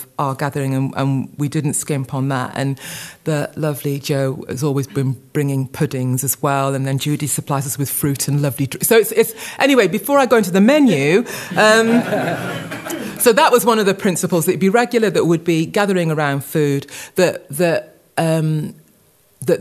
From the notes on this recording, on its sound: Live at Worship Songwriting Retreat. Recorded live at the Worship Songwriting Retreat in Yorkshire.